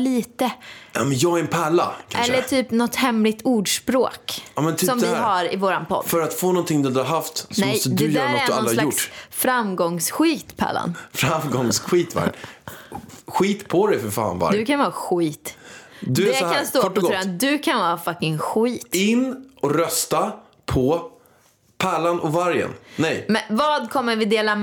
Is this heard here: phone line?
no